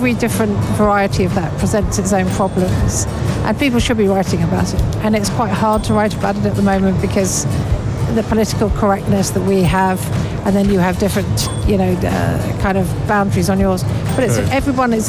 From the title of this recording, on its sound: Live from SIBF 2023